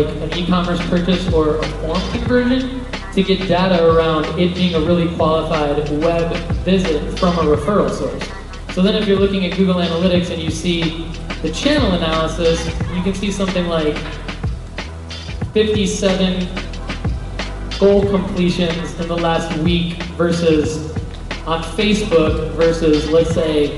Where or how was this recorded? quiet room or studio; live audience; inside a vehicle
live audience